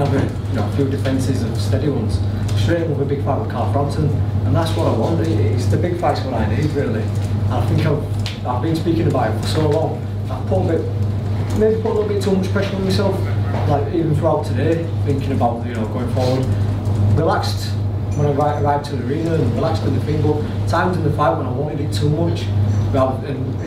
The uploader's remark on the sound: post-fight press conference from Leeds